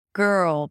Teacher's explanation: there is no vowel between the G and the R. It's like you're about to say great, or you're ending the word bigger or sugar. · IPA: ɡɜːrl